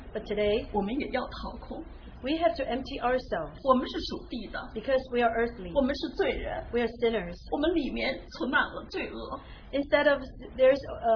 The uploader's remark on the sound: Open Sharing from Christian Family Conference